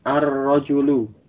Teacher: Lamnya masuk ke huruf Ra, huruf sesudah lam.